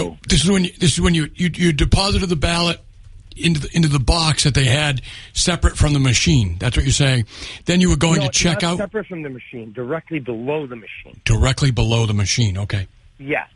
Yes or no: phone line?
yes